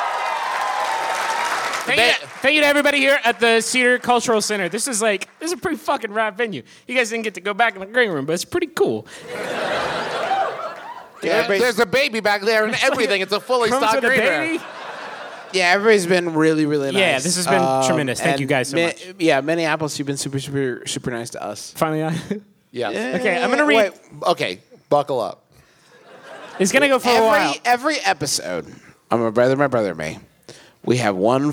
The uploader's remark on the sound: Here's our live show from this past weekend in beautiful Minneapolis!